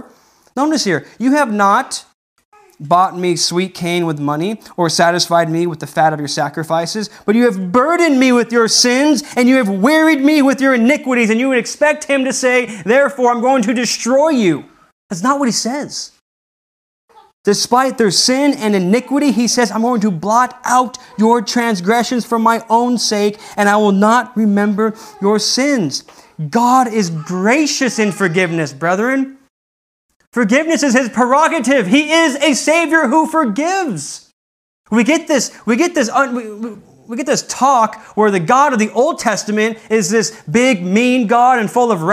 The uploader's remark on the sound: This message wad delivered on November 8th, 2020 at Redeemer Community Church.